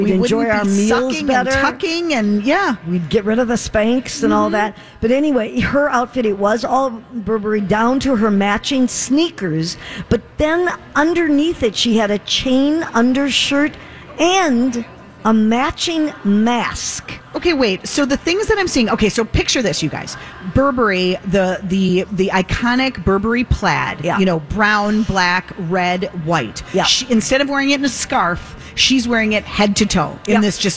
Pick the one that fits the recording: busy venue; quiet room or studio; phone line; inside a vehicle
busy venue